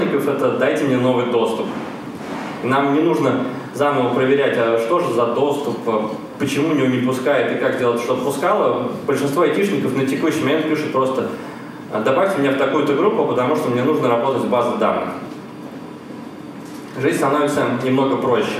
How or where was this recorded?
live audience